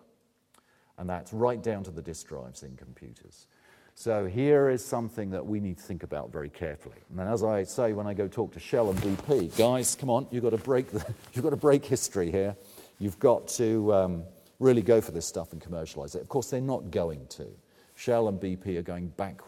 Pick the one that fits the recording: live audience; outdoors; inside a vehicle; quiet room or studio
live audience